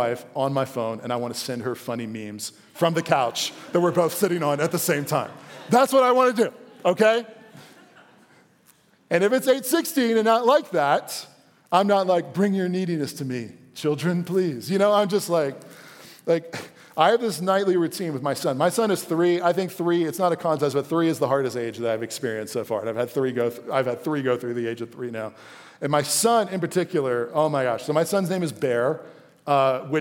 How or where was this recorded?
live audience